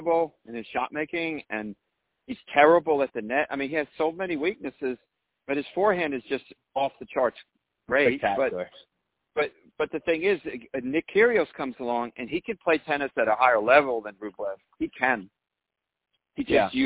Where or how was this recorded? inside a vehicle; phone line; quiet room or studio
phone line